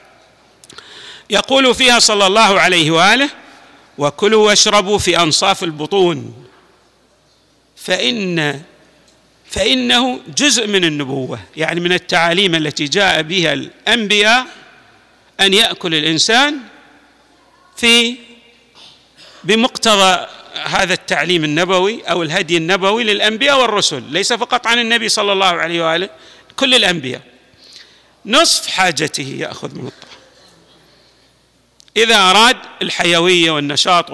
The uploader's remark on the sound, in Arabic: تسجيلات جامع الامام علي عليه السلام الأحساء المبرز